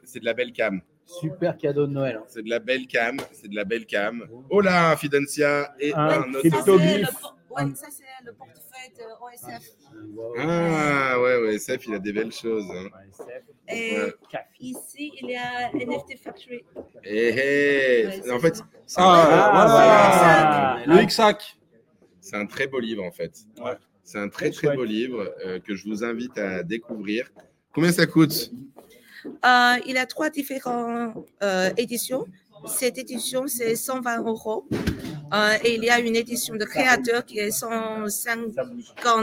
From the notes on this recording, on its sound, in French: Aujourd'hui nous étions en direct de la NFT Factory à l'occasion de l'ouverture du marché de Noël. Aujourd'hui nous étions en direct de la NFT Factory à l'occasion de l'ouverture du marché de Noël.